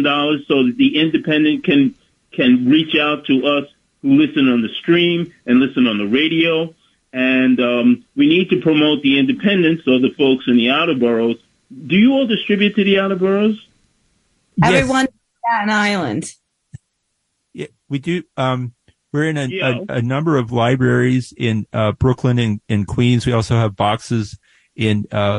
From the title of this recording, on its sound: WBAI Listeners Call In to The Indy News Hour